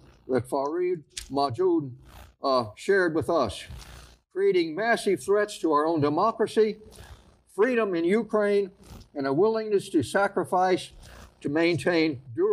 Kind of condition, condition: setting, large echoing room